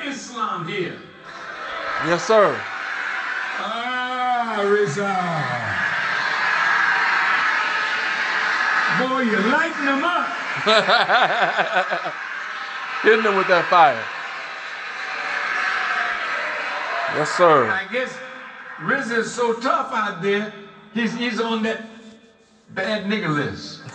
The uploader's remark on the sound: Live Recording